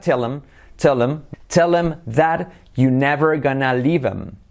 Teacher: No es tell, sino tell. Y luego la him, ese him, quitan la H y la I la hacen como una E. Por lo tanto queda tell him that you never gonna leave him.